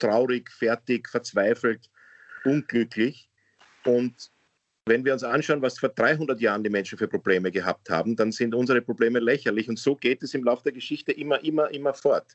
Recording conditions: video call